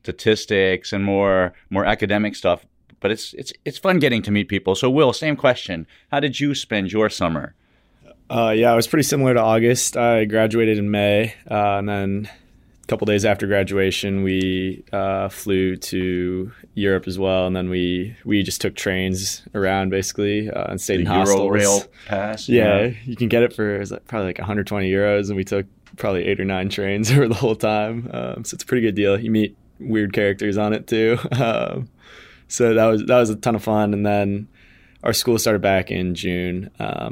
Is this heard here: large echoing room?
no